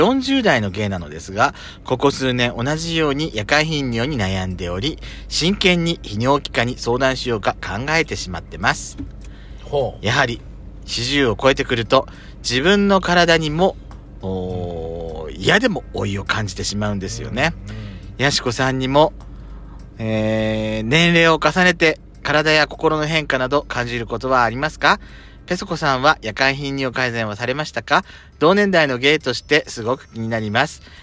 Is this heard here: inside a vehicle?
yes